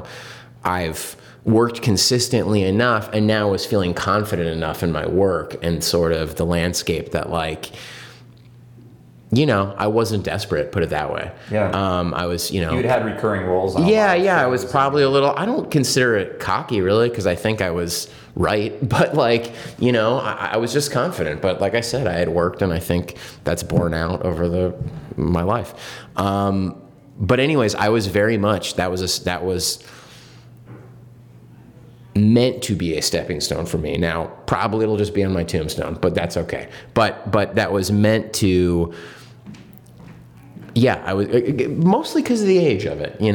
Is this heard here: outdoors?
no